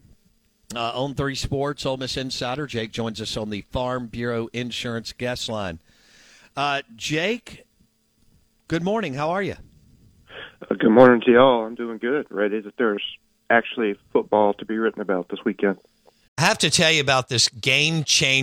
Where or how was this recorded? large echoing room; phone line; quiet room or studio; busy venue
phone line